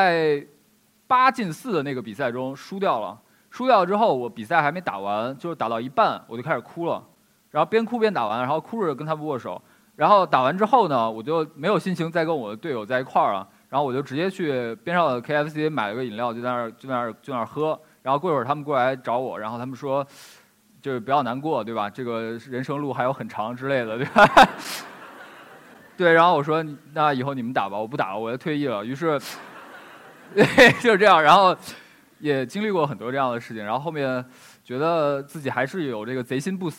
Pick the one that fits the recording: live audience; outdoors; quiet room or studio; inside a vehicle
live audience